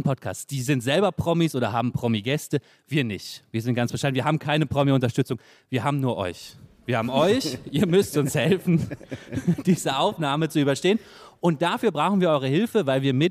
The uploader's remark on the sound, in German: Mit Livepublikum im Saal, beim Podcast-Festival von ZEIT ONLINE. Weil der so viel Spaß macht, spielen wir diesmal in Überlänge, und das mit Livepublikum im Saal, beim Podcast-Festival von ZEIT ONLINE .